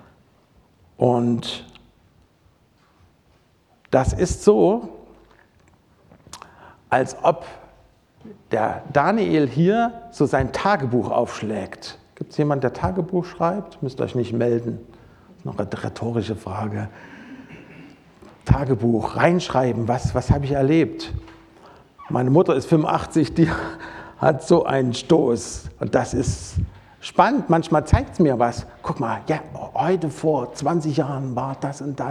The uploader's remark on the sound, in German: Predigt aus dem Gottesdienst